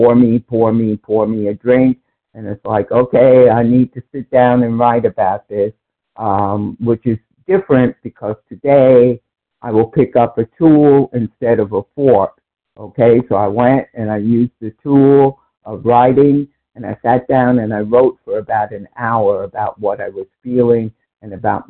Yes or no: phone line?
yes